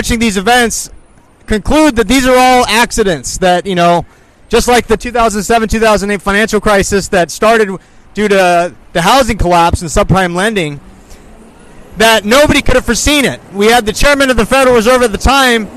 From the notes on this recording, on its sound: Speaking live at Hollywood and Highland